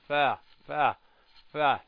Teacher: من الشفة السفلى مع أطراف الثنايا العليا · Term: حرف الفاء